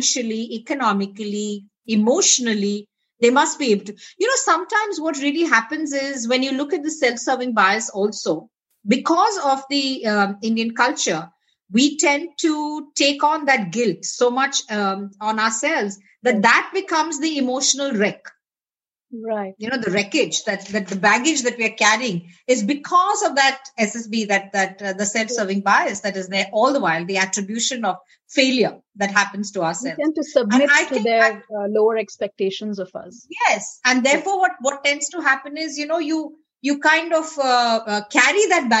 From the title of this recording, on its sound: Virtually recorded